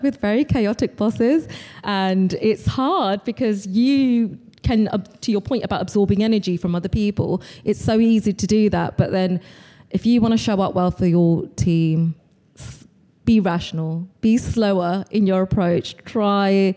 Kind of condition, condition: setting, busy venue